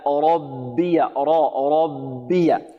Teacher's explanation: نرقق الباء هنا ونحذر من تفخيمها لمجاورتها للراء المفخمة